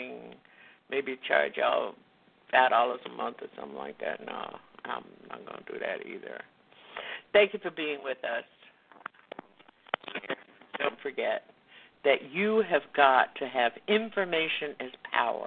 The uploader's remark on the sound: Live and Call-In